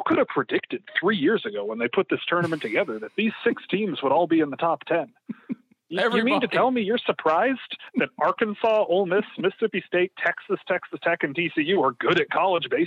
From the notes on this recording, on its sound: joins on the Modern Woodmen phone line